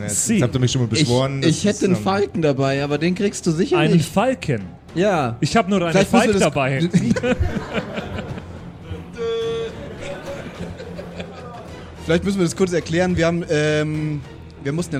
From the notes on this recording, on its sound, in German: Die Geschichte, die du hörst, ist live improvisiert. Live vor Publikum im afterwork in Nürnberg aufgezeichnet!